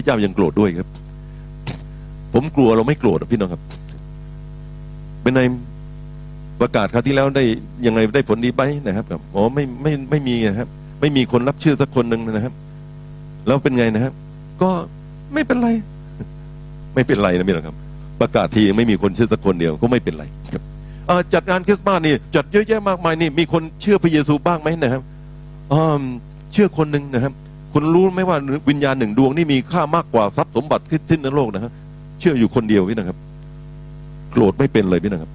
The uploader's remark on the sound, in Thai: BFC Live Online นมัสการ/เทศนาย้อนหลัง.